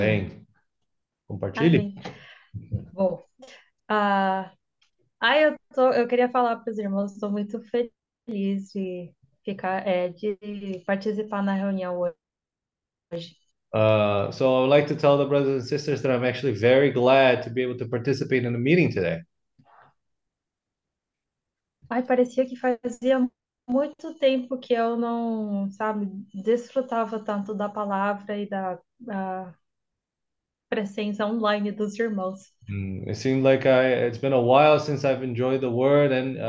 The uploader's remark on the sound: zoom meeting